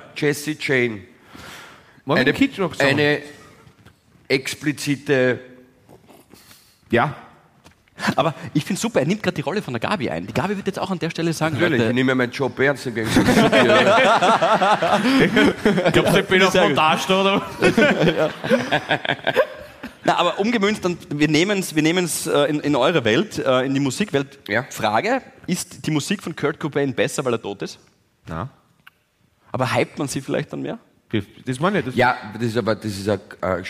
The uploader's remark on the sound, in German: LIVE-Aufzeichnung vom 27.01.2024 aus dem GLOBE Wien